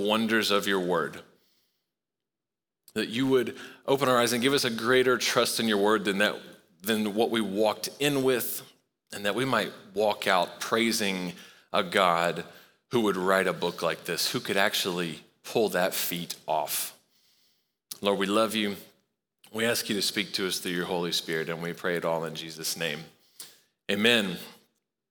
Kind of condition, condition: setting, large echoing room